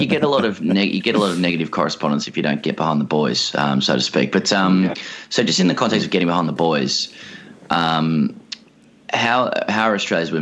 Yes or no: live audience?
no